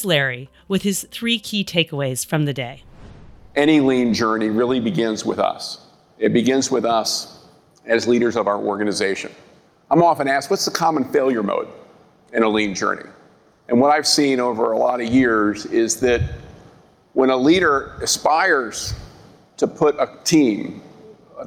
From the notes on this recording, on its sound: bringing my microphone to glean insights from the leaders in attendance during the spaces between the mainstage events